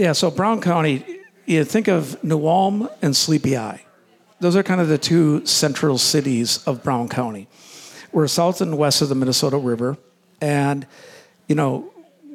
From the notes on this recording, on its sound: LIVE With our Listeners. Host another LIVE podcast at Bear Cave Brewing.